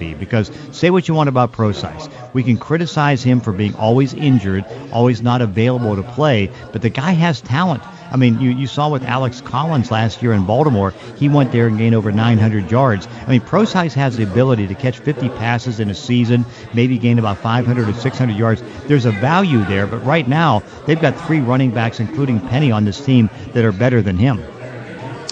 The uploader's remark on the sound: live at Pearl Bar and Dining in Bellevue's Lincoln Square